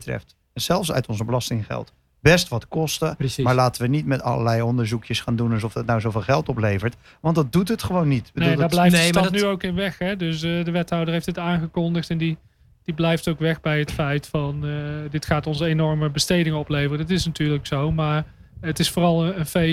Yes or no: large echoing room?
no